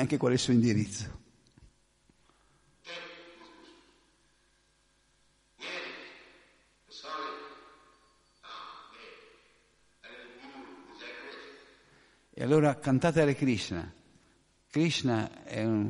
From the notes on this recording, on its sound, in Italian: Ascoltata il 17 novembre 2016 nel Tempio di Villa Vrindavana. Che traduce in italiano dal vivo.